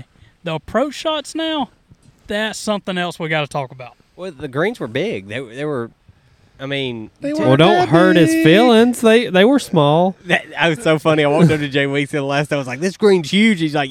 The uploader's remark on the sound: Beach Podcast! We recorded an episode on the beach and it’s a great one.